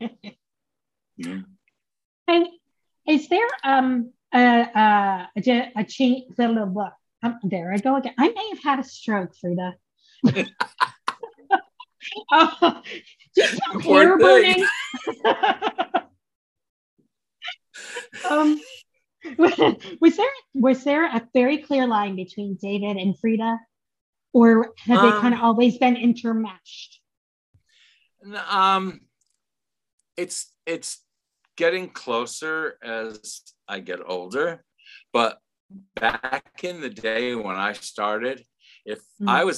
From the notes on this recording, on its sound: I am so sorry for the audio glitches on this episode!